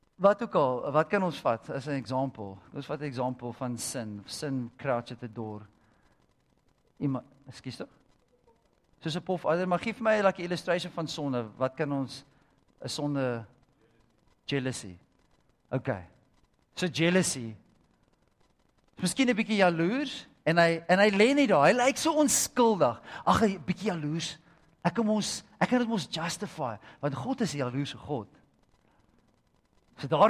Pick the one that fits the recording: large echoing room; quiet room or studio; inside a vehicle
large echoing room